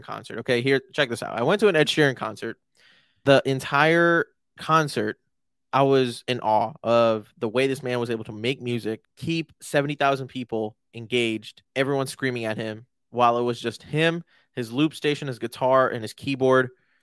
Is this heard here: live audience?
no